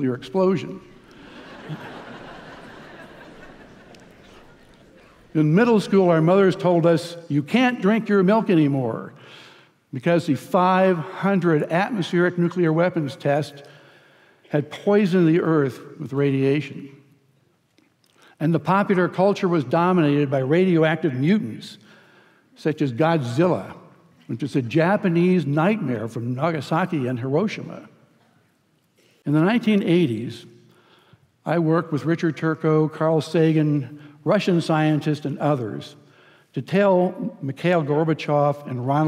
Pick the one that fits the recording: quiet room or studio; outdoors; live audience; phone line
live audience